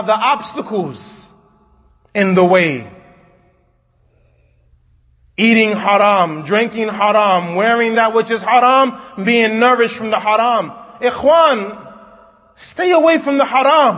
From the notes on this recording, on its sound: Kutbah given at Masjid Nur Allah, Queens, NY